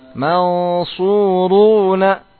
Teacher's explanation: sama panjangnya su dengan ru dua harakat